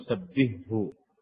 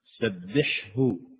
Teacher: أنا أقول سبهه سبحه، فيجب إظهار الحرفين معا، لأن حرف الحاء وإن اجتمع مع حرف الهاء في الحلق إلا أن الحاء يخرج من وسط الحلق والهاء يخرج من أقصاه من أقصى الحلق، فلذلك بينهما تباعد في المخرج · Shown in: second take